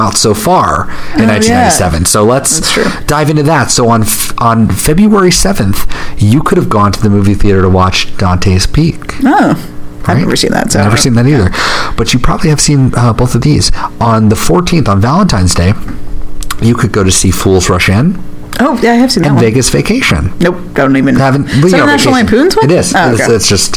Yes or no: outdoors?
no